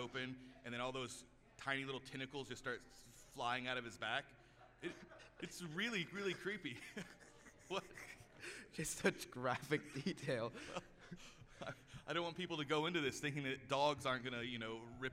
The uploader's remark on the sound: LIVE from RogueCon'23